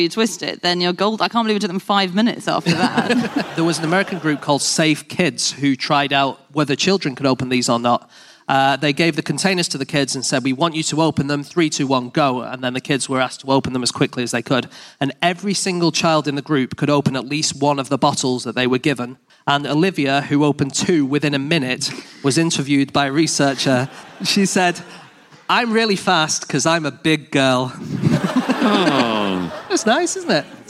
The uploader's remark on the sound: Live from the Lyric Theatre in London